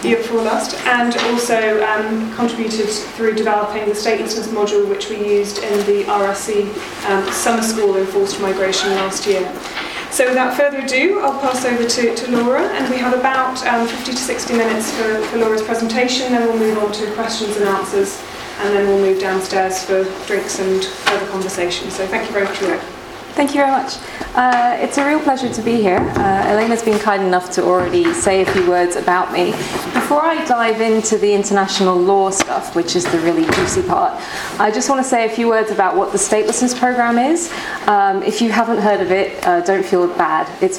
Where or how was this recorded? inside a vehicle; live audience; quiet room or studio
live audience